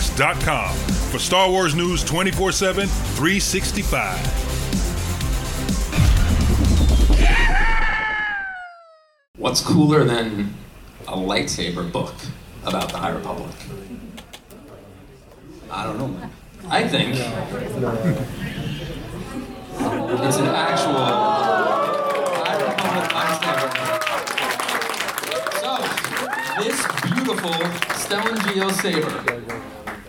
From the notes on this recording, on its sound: Canon Fodder at New York Comic Con 2023. Onto the stage in Room 1B02.